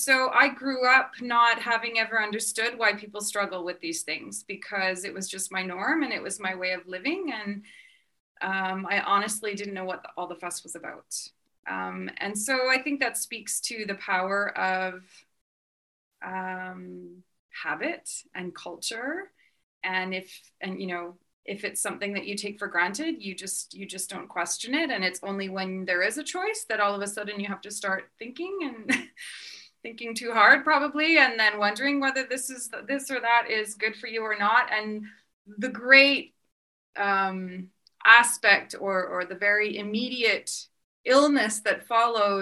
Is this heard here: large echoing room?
no